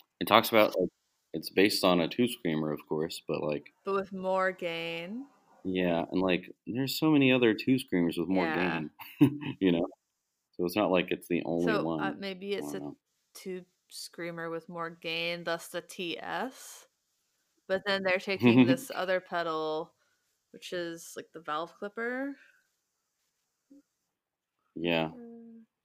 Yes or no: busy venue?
no